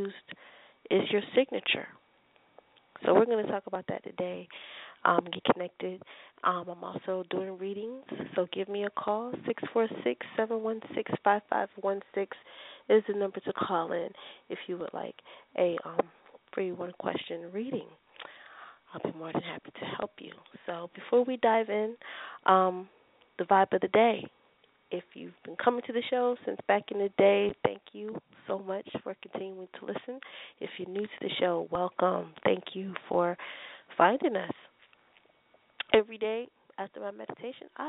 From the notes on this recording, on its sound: I will also be taking your calls for free live on air one question readings.